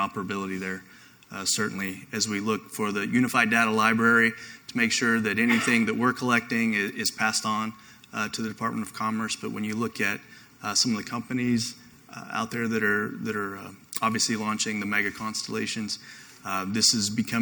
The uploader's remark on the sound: I have a recording of a panel I hosted last week at the Space Force IT Day hosted by AFCEA NOVA.